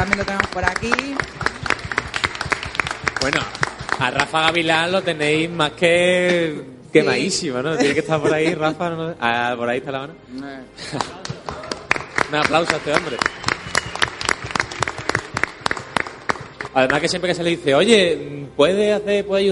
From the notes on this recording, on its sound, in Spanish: Aquí tenéis el programa en directo grabado en el Paraninfo de la Universidad Profesional de Osuna. Con motivo de la celebración del Podcast de Hielo y Fuego nº 200.